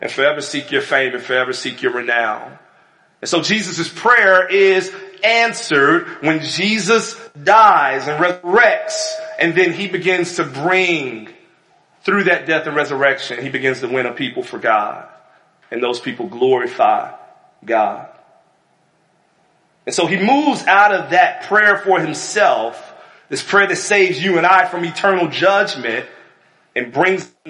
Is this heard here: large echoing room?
yes